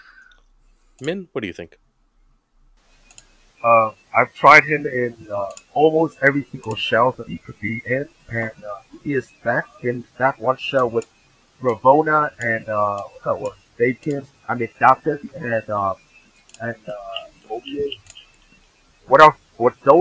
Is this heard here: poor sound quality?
yes